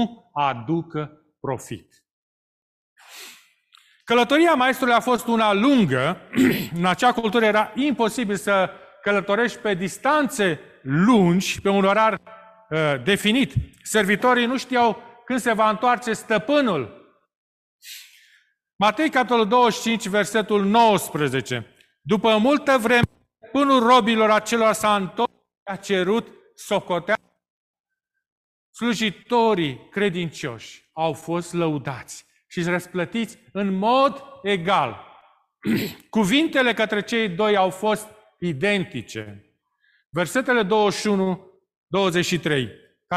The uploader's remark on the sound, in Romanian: Live de la Biserica Romana Heralds Adventista din Toronto, Ontario, Canada